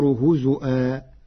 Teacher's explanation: قرأ ورش كلمة هزوا بهمز الواو فتصير هزؤا